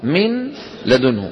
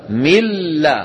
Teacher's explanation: لما أدغمنا لم يبقى في النطق نون، شو صارت؟ انقلبت إلى لام، وأدغمت اللام في اللام · Shown in: second take · لذلك في المصحف يجردون النون من السكون ويشددون اللام. · Term: الإدغام